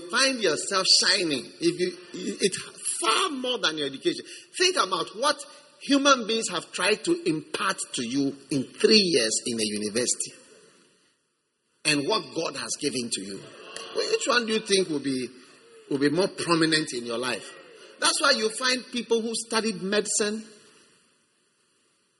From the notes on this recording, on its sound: Preached at the First Love Center, Accra.